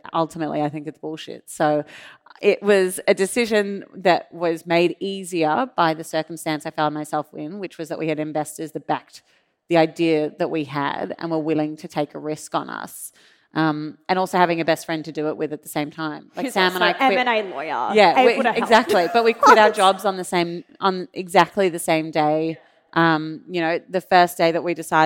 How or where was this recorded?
live audience